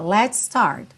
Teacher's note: Let's, termina em S, start, começa em S, você junta tudo num S só